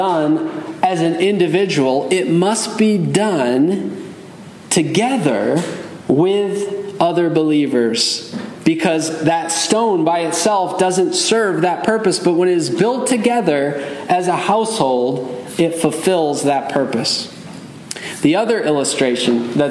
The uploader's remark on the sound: Message delivered Sunday, November 12, 2023 at Mt Carmel Primitive Baptist Church, Bel Air, Maryland.